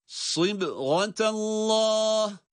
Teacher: sad harfi kalın, esreyle sı ama kendisinden sonraki ba ince ve kalkale harfi